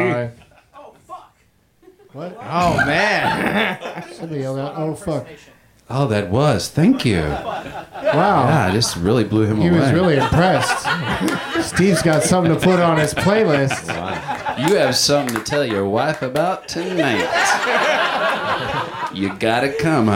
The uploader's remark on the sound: Live from the UCB Theatre